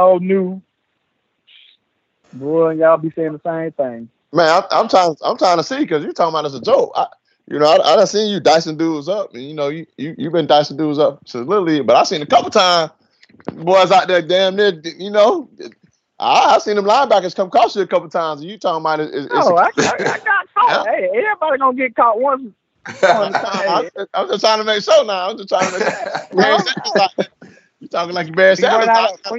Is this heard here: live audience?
no